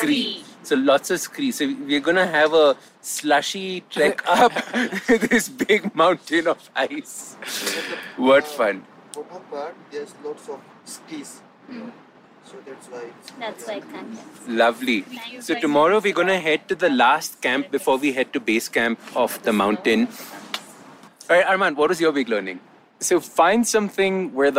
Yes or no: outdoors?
yes